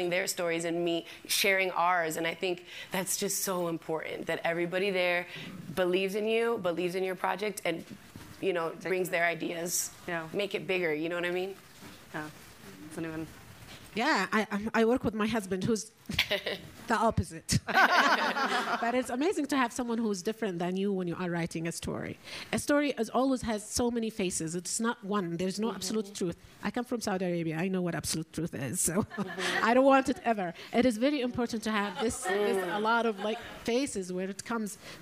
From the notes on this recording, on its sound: “Women on the Front Lines” Panel (SFF 2020). During the 2020 Sundance Film Festival in front of a live audience at the SundanceTV HQ in Park City, Utah.